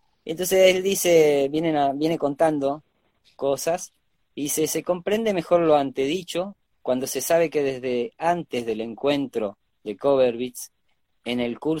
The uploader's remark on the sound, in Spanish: Audio de la charla en vivo por Instagram